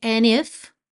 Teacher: ao invés de cantar and if, ele preferiu juntar pelo N